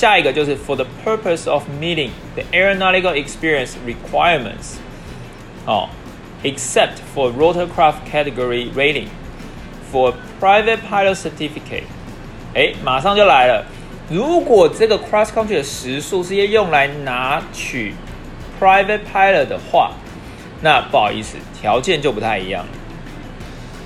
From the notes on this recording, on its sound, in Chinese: 不知道為啥這集錄音雜音有點重。